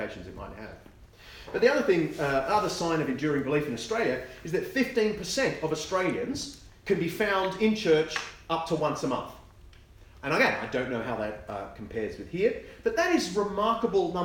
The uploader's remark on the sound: keynote lecture from the Veritas Research Symposium at Gimlekollen College, NLA University, October 2019